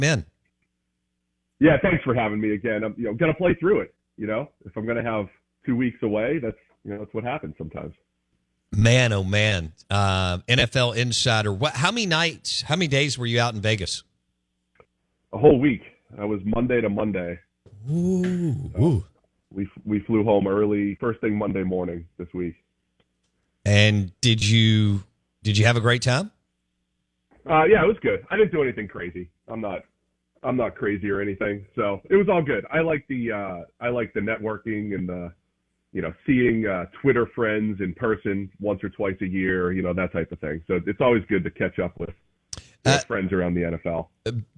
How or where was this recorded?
phone line